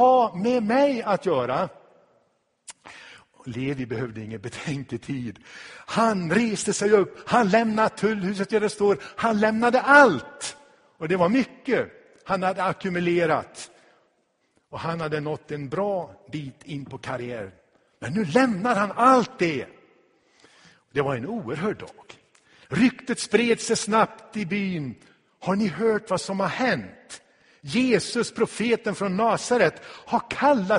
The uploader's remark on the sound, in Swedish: Inspelad i Tabernaklet i Göteborg 2016-10-09.